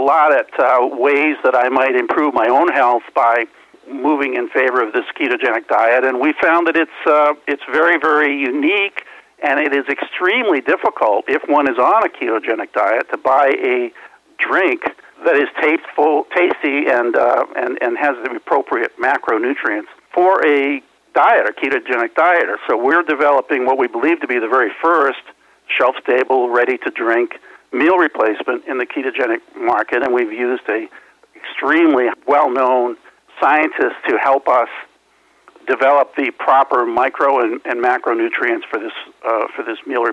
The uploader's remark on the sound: called in to SmallCapVoice